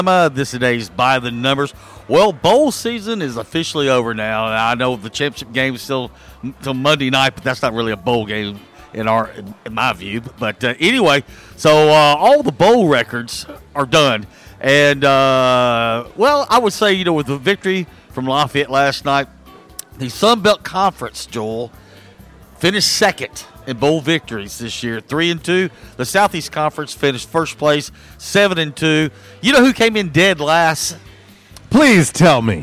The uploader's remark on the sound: LIVE from JTown's Grill!